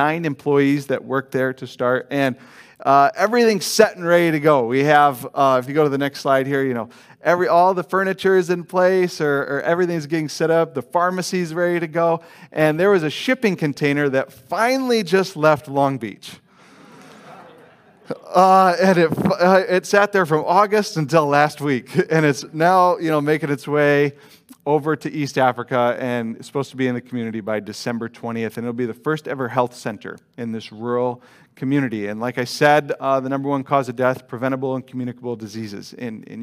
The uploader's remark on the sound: Delivered on 24 October 2021 at Grace Church of La Verne